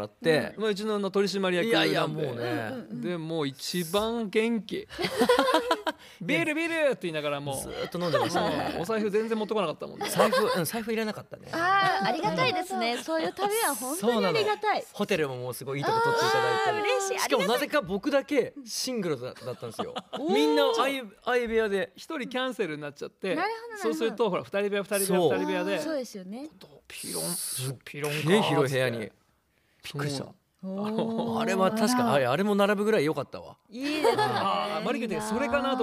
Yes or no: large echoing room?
no